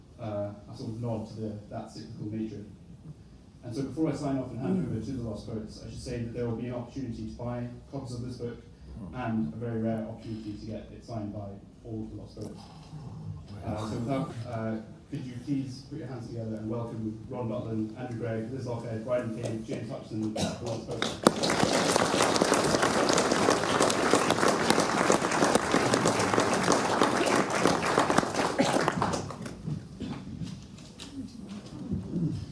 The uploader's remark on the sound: A recording of a unique event at the National Library of Scotland in February 2020.